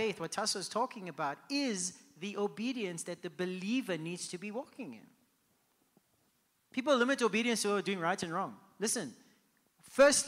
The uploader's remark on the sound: Host a round table discussion to consolidate the sermons in this series and take questions and comments from the live audience.